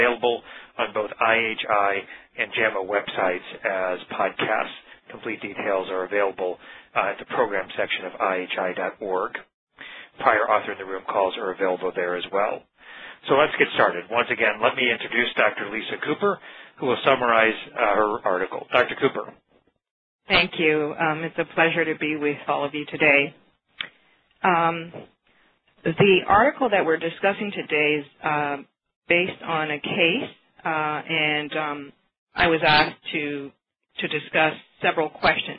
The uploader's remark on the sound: May 2009 Author in the Room® Teleconference